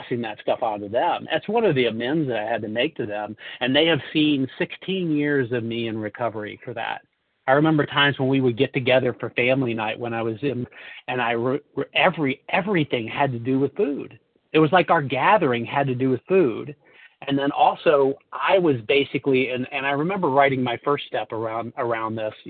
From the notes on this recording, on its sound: 100 Pounders Phone Meeting